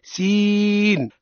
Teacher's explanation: هذا حكمه الطويل، نمده مدا طويلا، مقدار مده ثلاث ألفات